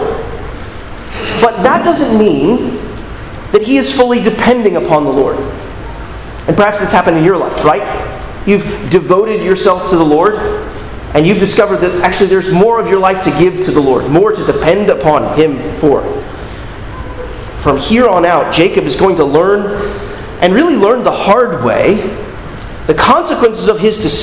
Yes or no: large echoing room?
yes